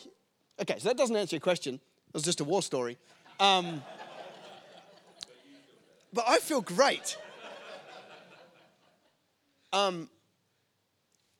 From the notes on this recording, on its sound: LIVE form Hope UC Newcastle.